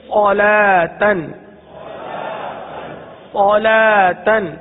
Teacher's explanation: ویسے تو یہ صلا اور واو پھر تا ہے، تو اس کو صلا وا تن نہیں پڑھیں گے، یعنی واو نہیں پڑھی جائے گی · Term: واو سائلنٹ ہے